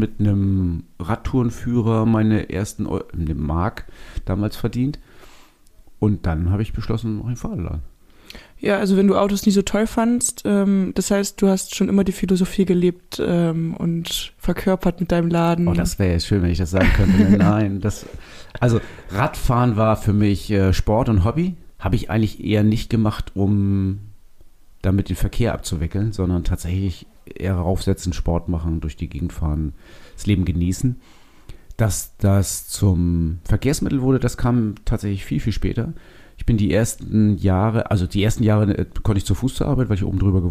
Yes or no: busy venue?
no